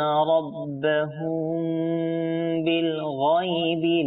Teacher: মিম সাকিনের পর বা আসছে, তো এটা কি হবে? ইকফাই স্বাভাবিক হবে